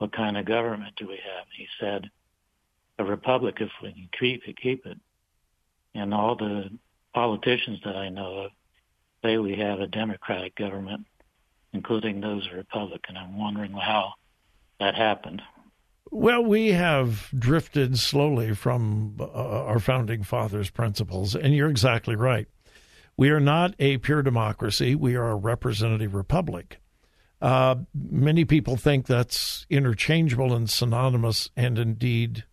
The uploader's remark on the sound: Open Phone Friday